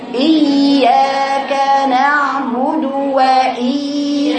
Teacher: الياء رخوة يعني لها زمن طويل · Term: حرف الياء رخو